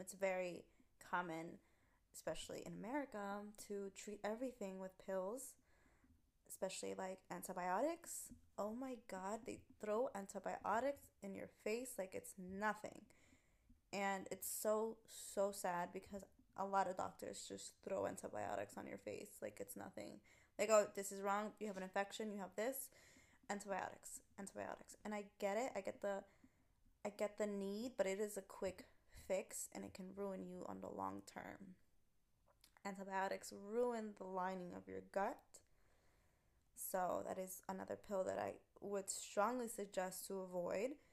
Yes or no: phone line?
no